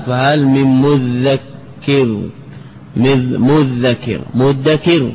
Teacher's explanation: هذه القراءة المشهورة مذكر بقلب الدال ذالا ثم أدغمت الذال في الذال